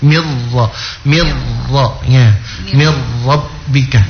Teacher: nun sukun langsung masuk ke huruf ro, dan dia tidak berdengung · Term: idgham bila gunnah